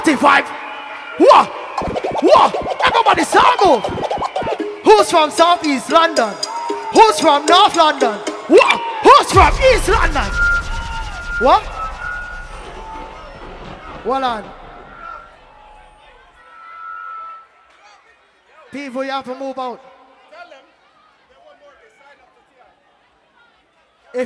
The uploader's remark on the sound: Live Audio: Notting Hill Carnival